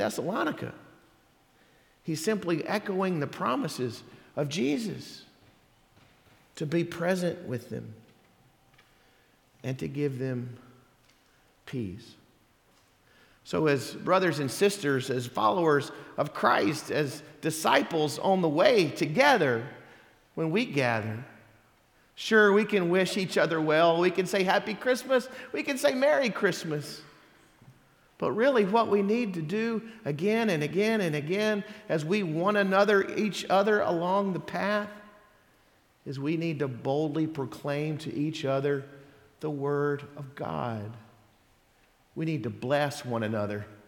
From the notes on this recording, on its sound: Sermon audio from Sunday December 10th, 2023